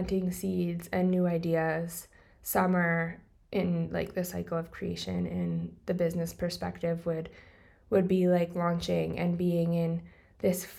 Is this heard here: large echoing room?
no